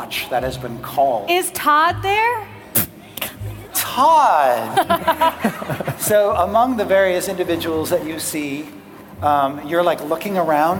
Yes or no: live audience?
yes